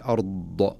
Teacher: الخطأ المنتشر حقيقة، كأن بعضهم يقف عليها بحرف الضاء فيقول أرض، أو بعضهم يقلقلها كأن يقول أرض